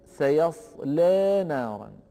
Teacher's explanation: الأمر الأول أن اللام فيها مفخمة، لأن ورشا يفخم هذه اللام حسب قاعدة سنذكرها في المستقبل بإذن الله، فيقول سيصلى، لكنه في الوقت نفسه يقلل هذه الألف، يعني يقرأها بالتقليل، وهو ما يسمى بالإمالة الصغرى أو ما يعرف بإمالة بين بين